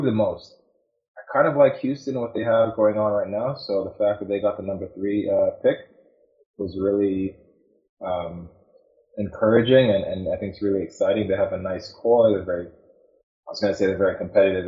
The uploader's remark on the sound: We apologize for any audio issues. We are trying out new software.